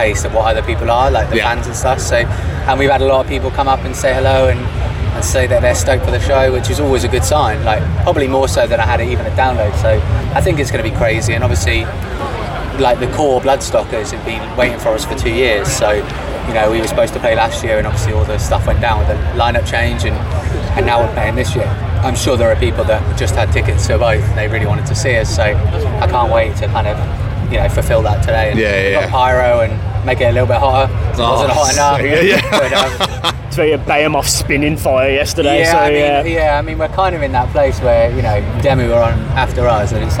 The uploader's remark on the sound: Live from Bloodstock Festival 2022